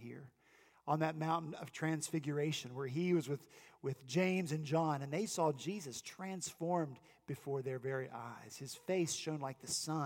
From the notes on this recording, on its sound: At Redeemer Presbyterian Church in Charleston, SC, our youth and children helped lead us in worship. The youth and children told the Christmas Story. Our senior pastor wrapped up their pageant with a short sermon about rejoicing in the prophecy.